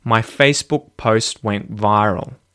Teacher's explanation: You're muting those consonants quite often, not releasing them because there's a consonant after them